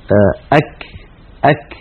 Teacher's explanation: الكاف العربية تتصف بصفات، فهي كاف مهموسة، يعني يجري مع عند النطق بها النفس، وهي كاف شديدة، يعني ينحبس عند النطق بها الصوت · الكاف حرف عربي يخرج من أقصى اللسان مع ما يليه من الحنك، أك من هذا المكان، وكنا قد شرحنا ذلك بالتفصيل عند دراستنا لمخارج الحروف.